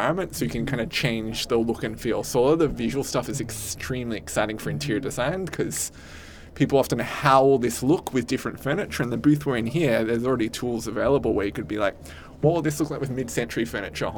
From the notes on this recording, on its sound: we're in the field, gathering the thoughts and insights from the marketers we spoke with at Neocon